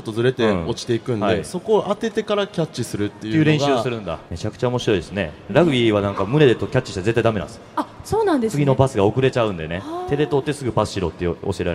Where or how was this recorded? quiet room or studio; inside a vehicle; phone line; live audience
live audience